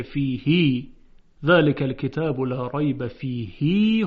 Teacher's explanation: در قرائت ابن کثیر مکی هاء ضمیر خیلی اشباع و صله درش هست، یعنی در جاهایی که در قرائات دیگه مثل فیه اشباع و صله نیست، در قرائت ابن کثیر صله میشه. · Term: صله هاء ضمیر